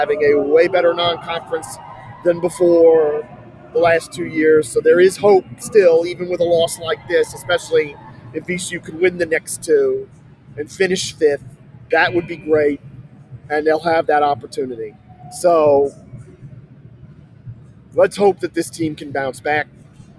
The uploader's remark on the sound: VCU loses their first round game in the ESPN Events Invitational. Recorded live from the arena after the game.